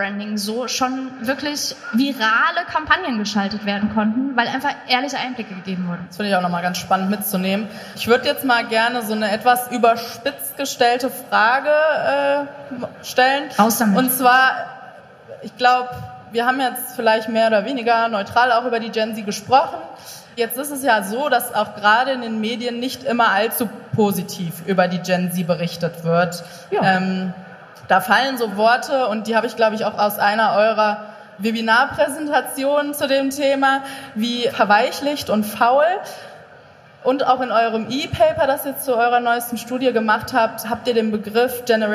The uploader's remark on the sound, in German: LIVE auf der Zukunft Personal Europe. Live am Stepstone Stand auf der Zukunft Personal Europe in Köln.